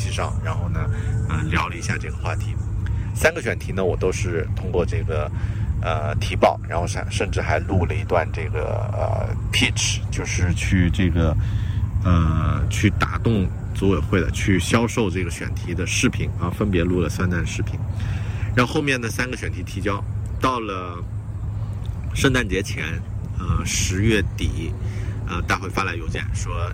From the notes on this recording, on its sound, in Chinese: 这期在新西兰首都惠灵顿海边码头录制的节目